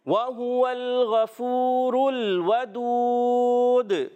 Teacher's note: یہاں پر ہا پر پیش ہے اس کو بھی، یہاں بھی ہونٹ مسلسل گول رہیں گے اور لام ہلنا نہیں چاہیے. غین کی ادائیگی حلق کے اوپر والے حصے سے، غین حرف مستعلیہ میں سے ہے · واو ہونٹوں کی گولائی سے ادا کریں گے. یہاں پر ہا پر پیش ہے اس کو بھی، یہاں بھی ہونٹ مسلسل گول رہیں گے اور لام ہلنا نہیں چاہیے.